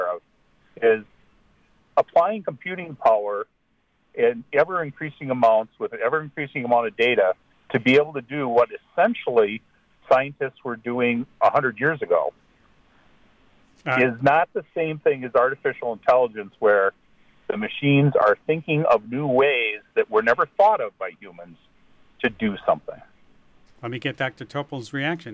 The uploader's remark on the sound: Listeners call in.